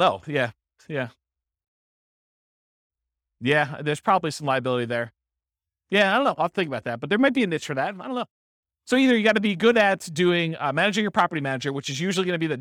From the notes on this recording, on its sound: This was a live class recorded to give investors a solid overview of the house hacking real estate investing strategy. Live in-person version.